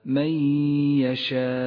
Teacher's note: بغنة في قوله تعالى من يشاء النون الساكنة وبعدها حرف الياء تدغم النون بالياء فتسقط النون من اللفظ ولذلك هي رمادية اللون وأما الياء فتحتاج إلى غنة زمنها حركتان · Term: الإدغام بغنة